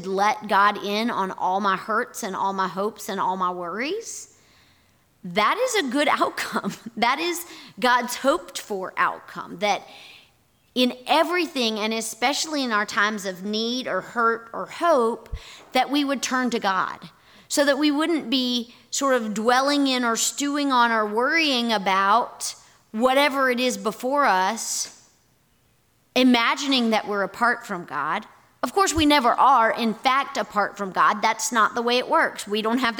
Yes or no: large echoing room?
yes